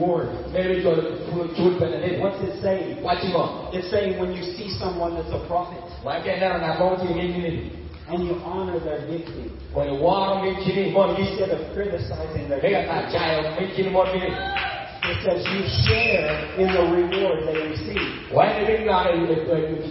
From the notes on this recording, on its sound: This sermon was preached at the believer's conference of the 2017 Ukombozi Gospel Outreach in Gulu, Uganda.